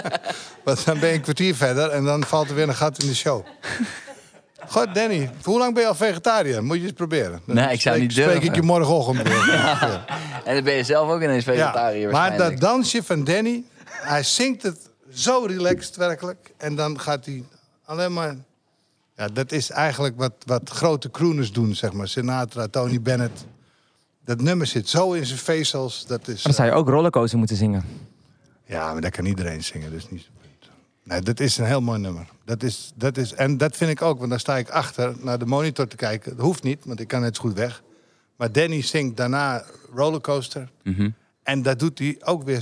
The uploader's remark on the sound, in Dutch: tijdens de extra editie van De Vrienden van Amstel LIVE